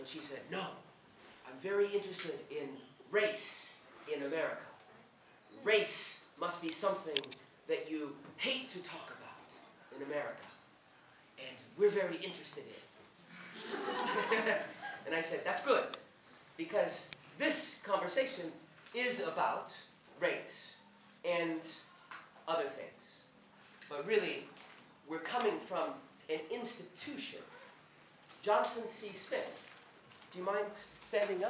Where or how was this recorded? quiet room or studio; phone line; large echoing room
large echoing room